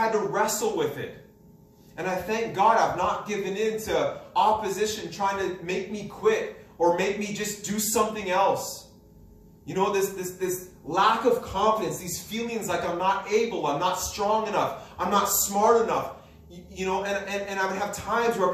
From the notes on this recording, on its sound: This message was preached at Freedom Life Church in Kitchener Ontario.